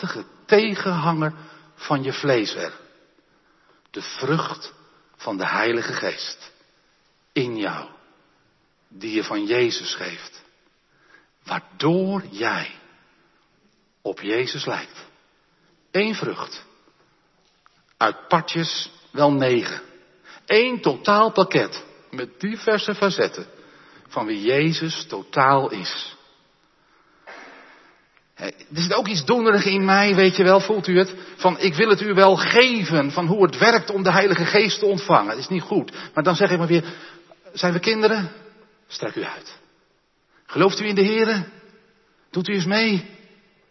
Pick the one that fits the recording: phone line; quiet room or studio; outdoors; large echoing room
large echoing room